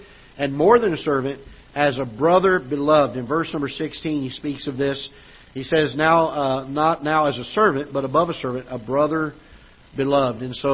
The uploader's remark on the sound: Ketha Heights Baptist Church ~ Live Broadcast